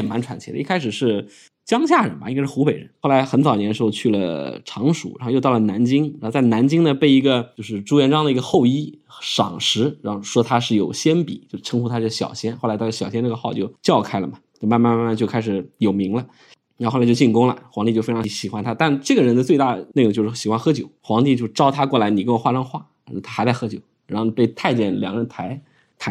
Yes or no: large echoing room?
no